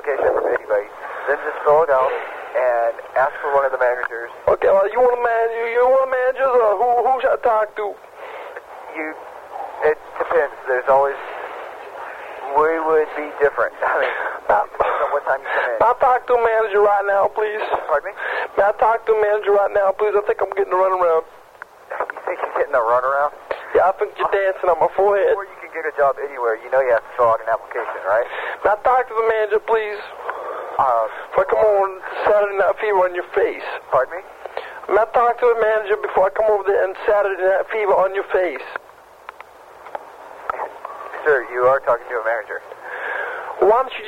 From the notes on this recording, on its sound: Prank Phone Calls